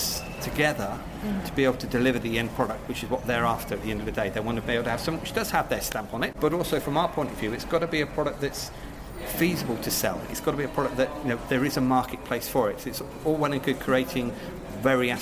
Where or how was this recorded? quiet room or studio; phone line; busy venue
busy venue